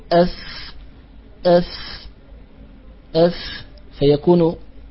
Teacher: نعم، ذكر رحمه الله تعالى هنا مخرج الفاء، قال: ومن بطن الشفة فالفاء مع طراف الثنايا المشرفة، أي أن الفاء تخرج من أطراف الثنايا العليا، تخرج من أطراف الثنايا العليا مع ما يحاديه من بطن الشفة السفلى